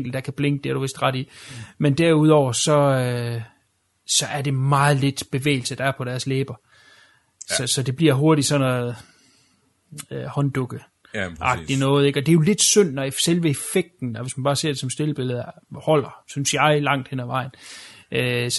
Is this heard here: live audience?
no